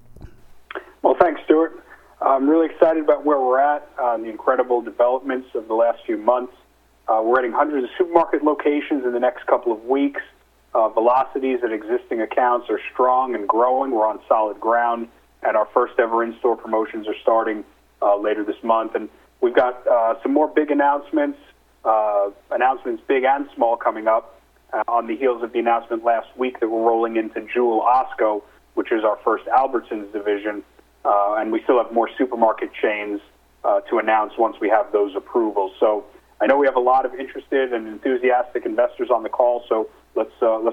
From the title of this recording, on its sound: Nightfood Investor Conference Call